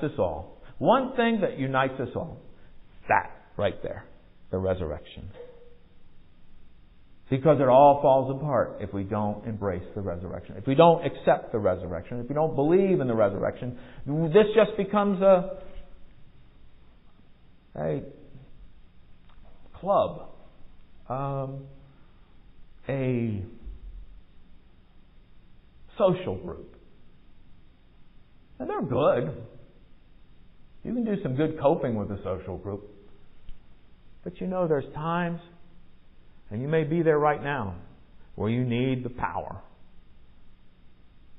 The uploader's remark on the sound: Recorded at MPPC on November 13, 2022, during worship.